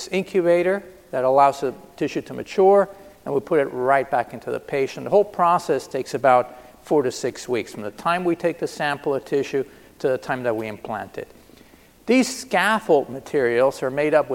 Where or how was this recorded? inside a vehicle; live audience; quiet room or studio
live audience